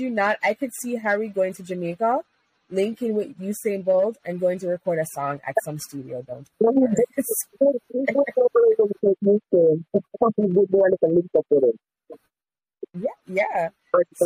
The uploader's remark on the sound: Bear with us y'all the audio was a bit shaky